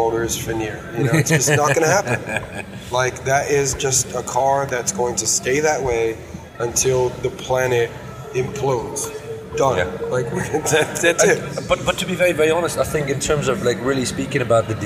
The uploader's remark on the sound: Live from the Volvo Stand on the LA Auto Show